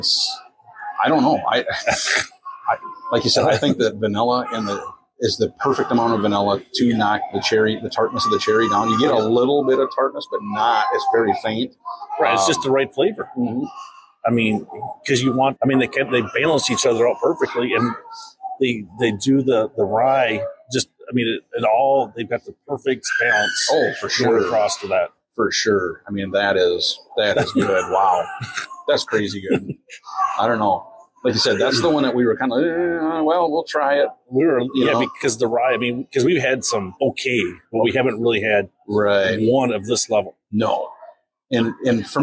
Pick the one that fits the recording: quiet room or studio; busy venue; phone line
busy venue